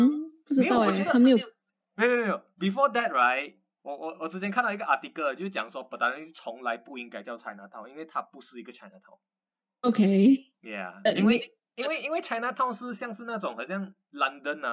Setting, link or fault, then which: fault, poor sound quality